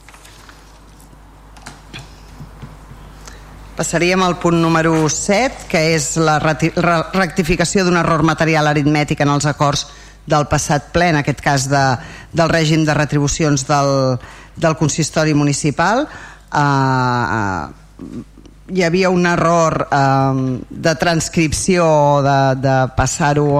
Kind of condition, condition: setting, large echoing room